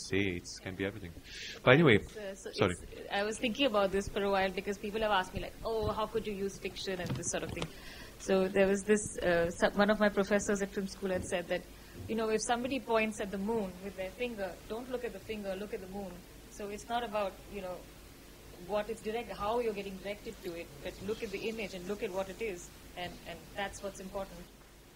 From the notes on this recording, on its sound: This conversation was recorded during the opening night screening for FRAMES of REPRESENTATION 2021